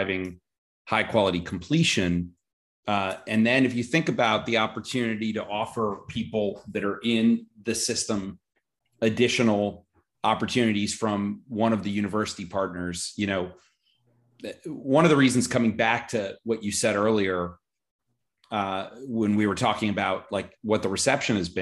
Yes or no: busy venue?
no